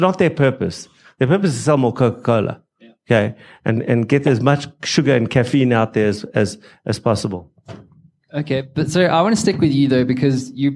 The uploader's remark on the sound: Secrets of Scale LIVE SHOW